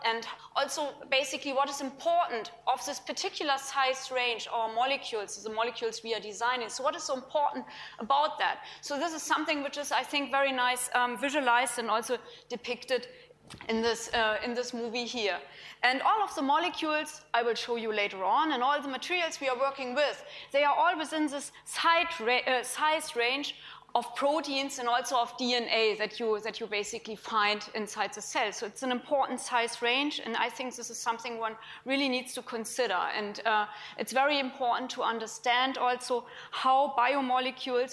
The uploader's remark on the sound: IFE Grand Challenge Lecture, recorded 23 February 2018 at QUT